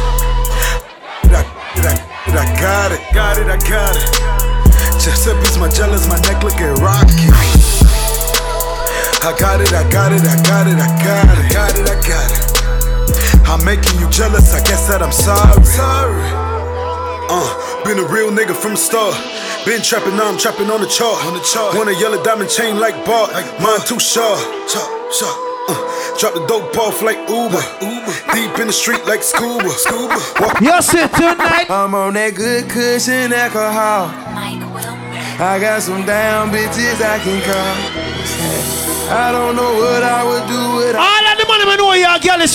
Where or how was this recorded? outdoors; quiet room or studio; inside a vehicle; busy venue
busy venue